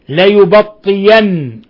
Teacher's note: قرأ أبو جعفر بإبدال الهمزة ياء وقفا ووصلا